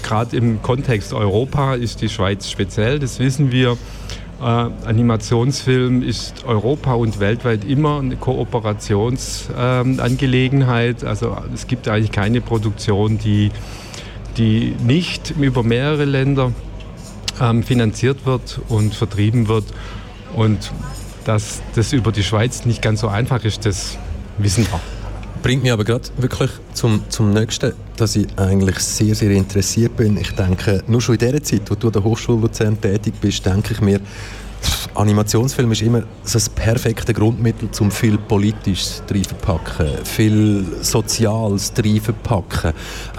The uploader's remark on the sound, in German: Festivalausgabe live aus dem Merkerareal in Baden.